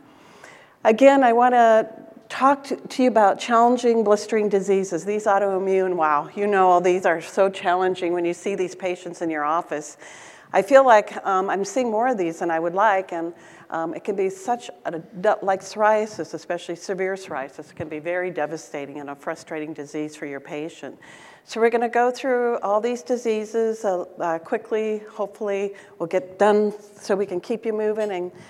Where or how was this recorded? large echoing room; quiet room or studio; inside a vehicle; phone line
large echoing room